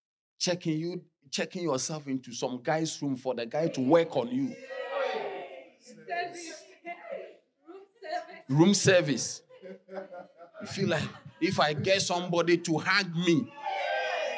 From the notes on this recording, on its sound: Sermon delivered on Sunday, November 26, 2023, at Strong Christian Church in Bellville, South Africa.